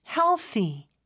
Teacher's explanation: TH 발음해 주셔야 되는데 여기서는 무성음이에요. 그래서 스처럼 발음하는 것 같은데 발음을 내뿜는 소리로 해주시고요.